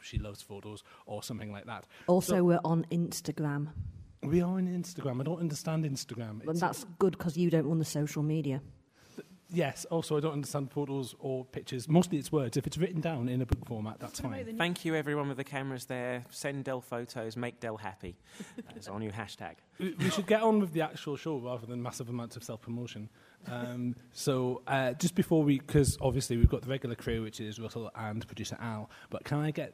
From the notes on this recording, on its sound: Live from Harrogate - Eastercon Special. A special live version of the popular book podcast, presented at Follycon 2018.